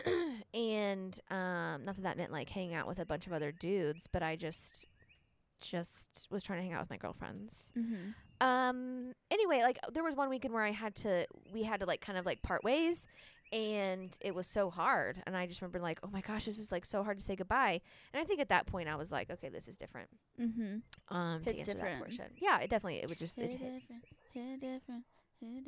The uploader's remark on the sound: This week's episode is brought to you by the great outdoors! The gals switch it up and record on the patio.